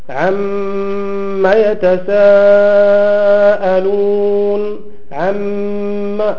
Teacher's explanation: عندي الميم مشددة ففيها غنة